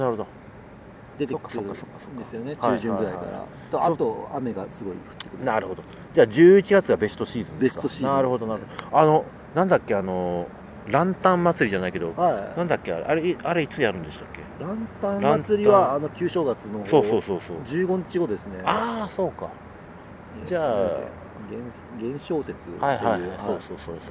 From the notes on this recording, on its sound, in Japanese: 今回の収録は札幌大通公園で